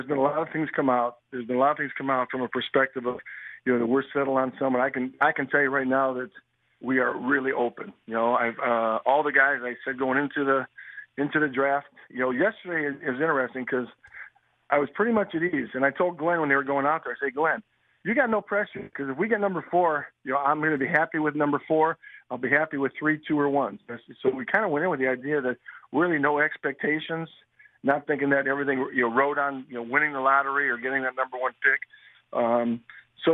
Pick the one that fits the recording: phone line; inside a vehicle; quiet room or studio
phone line